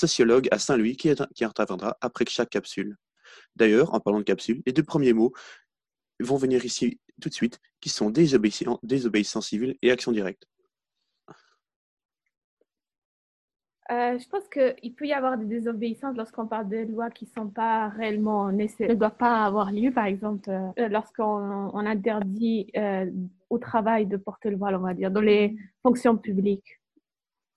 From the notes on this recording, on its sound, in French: Une émission radio enregistrée en télé-conférence sous les conditions du confinement lié au covid-19. Étudiants à l'Université Saint-Louis.